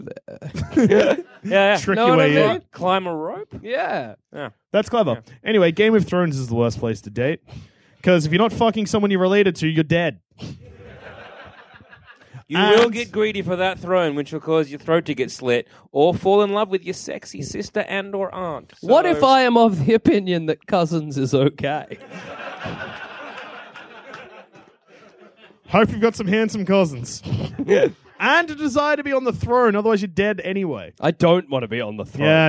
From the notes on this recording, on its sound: recorded at the Banshee Labyrinth in Edinburgh